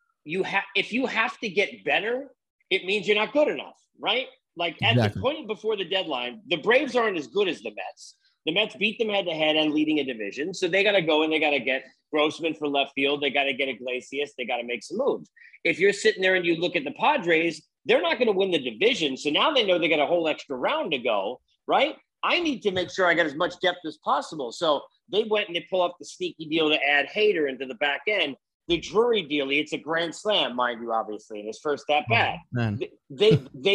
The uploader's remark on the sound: Zoom had a time limit, it ran out